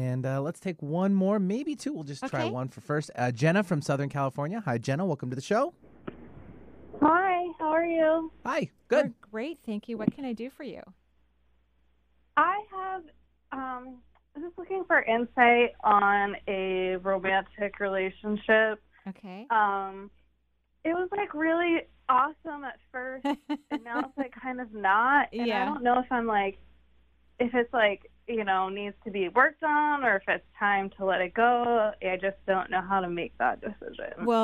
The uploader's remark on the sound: doing a call-in show today!